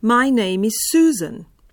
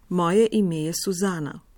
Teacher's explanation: da je razlika v višini, kje se začne angleška beseda Susan in kje se začne Suzana